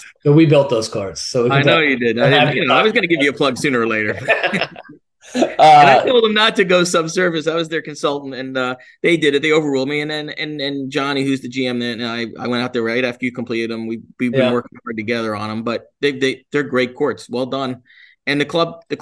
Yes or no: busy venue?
no